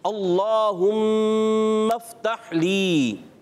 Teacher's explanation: اللہم یہ اس میں جلالت اللہ پاک کا لام ہے، تو اس سے پہلے زبر بھی ہے، تو اس کو موٹا پڑھنا ہے، اللہم افتح لی، کیا پڑھیں گے، اللہم افتح لی، جی ہاں موٹا کر کے پڑھیں گے۔